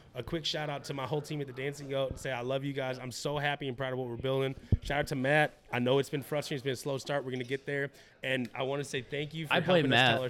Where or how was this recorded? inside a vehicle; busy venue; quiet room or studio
busy venue